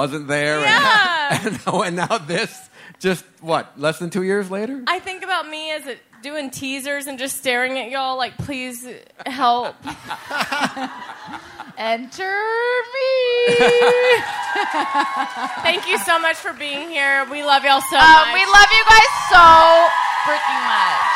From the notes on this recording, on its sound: We’re live from our sold out show at The Roxy in Los Angeles!